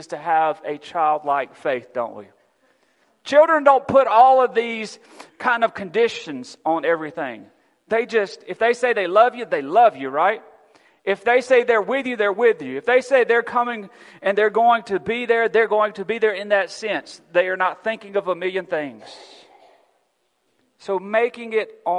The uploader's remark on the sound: Recorded December 4, 2022 at Friendship Baptist Church.